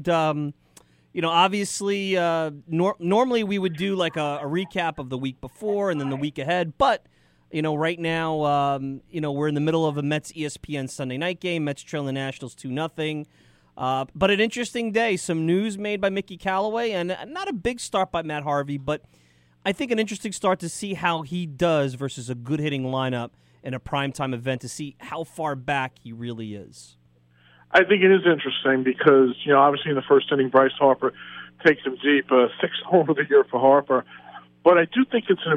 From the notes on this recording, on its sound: calls in live from the Mets-Nats game down in DC